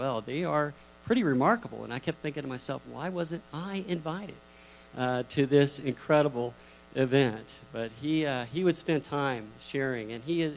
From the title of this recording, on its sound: Woodland Life Church Live